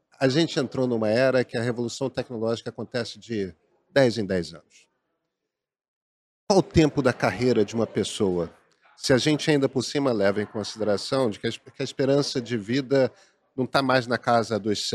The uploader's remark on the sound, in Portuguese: Este episódio foi gravado durante o XIV CBESP, principal congresso da educação superior brasileira.